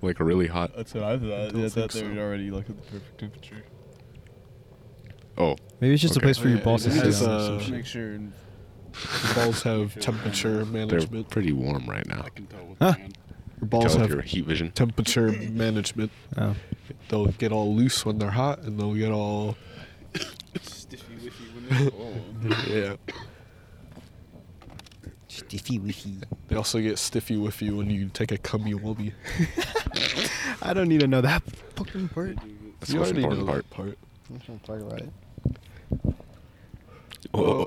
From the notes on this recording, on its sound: some shit audio cuz we did the pod outside